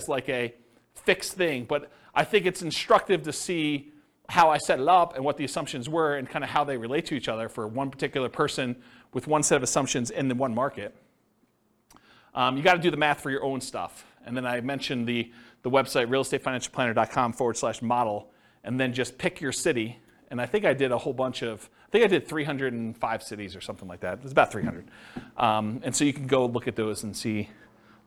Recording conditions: live audience